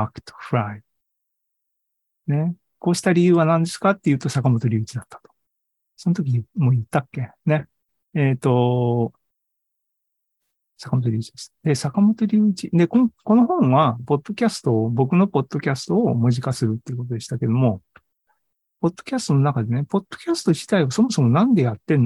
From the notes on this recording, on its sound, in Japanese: ２０２３年５月３１日に開催した ZOOMライブの模様です